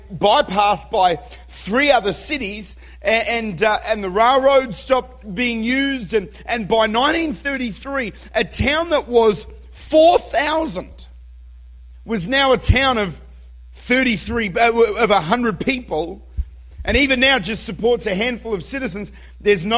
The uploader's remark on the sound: Recorded at Redeemer Church, Utica, New York.